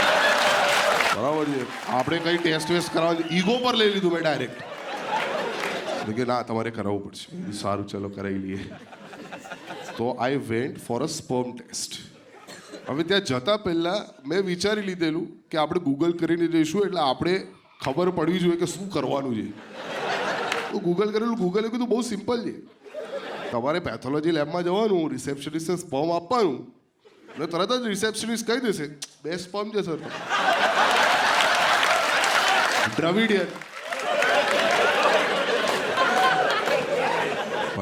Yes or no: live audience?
yes